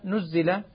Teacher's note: لاحظ نزل النون مضمومة والزاي مكسورة